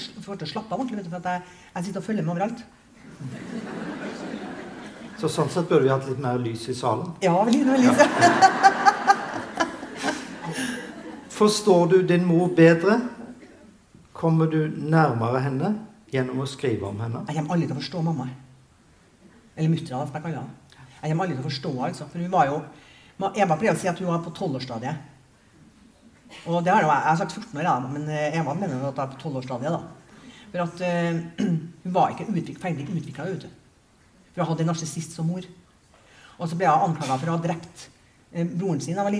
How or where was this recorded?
large echoing room